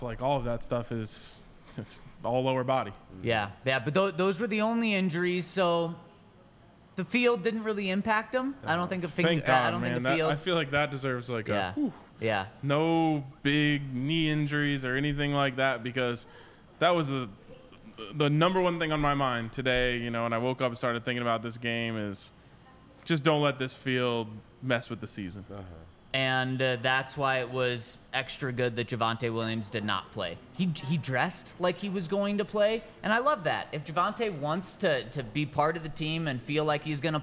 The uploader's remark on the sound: coming to you LIVE from the DNVR Bar